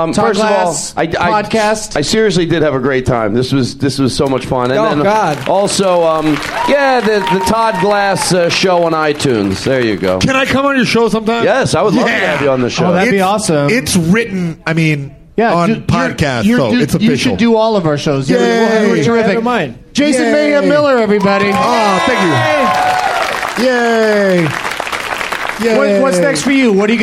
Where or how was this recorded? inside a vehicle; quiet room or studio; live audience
live audience